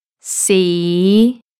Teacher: It starts low and it rises. C. So it's like the second tone, only a lot lower. · Term: tone five